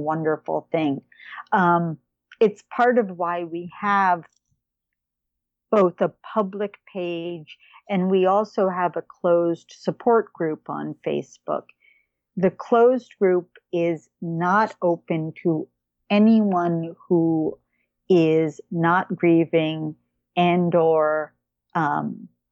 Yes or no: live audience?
no